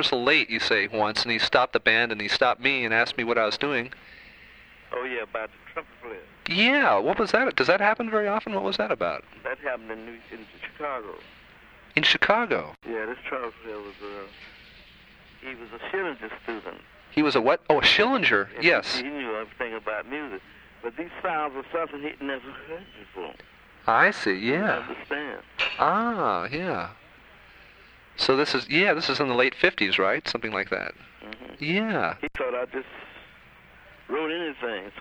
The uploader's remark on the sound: phone call